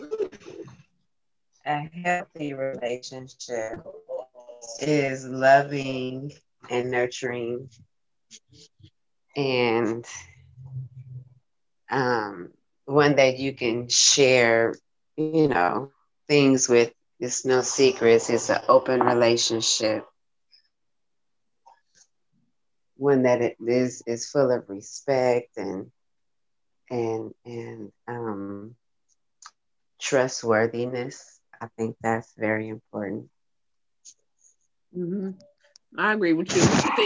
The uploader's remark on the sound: this podcast was done via zoo zoom